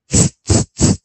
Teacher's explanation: T S 会结合成一个二合辅音，它会念一个什么？呲，呲，呲的音